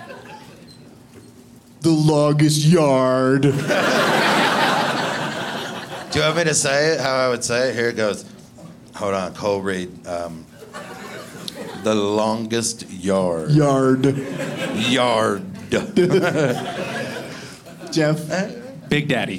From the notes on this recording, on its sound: Live from Comedy Works in Denver